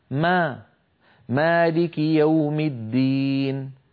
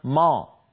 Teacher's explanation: والعرب في زمن النبوة كانوا يقولون ما، مالك يوم الدين، ولا يقولون ما، لا يفخمون الميم أبدا · Shown in: first take